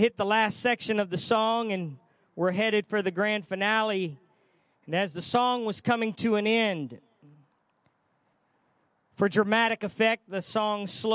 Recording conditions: large echoing room